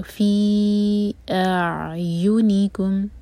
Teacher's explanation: فی اعیونکم، حمزہ پر فتحہ، اس کے بعد عین ہے. حمزہ کو عین کا ساؤنڈ نہیں دینا، پورا پہلے فتحہ ادا کریں گے اس کے بعد عین کو ٹچ کریں گے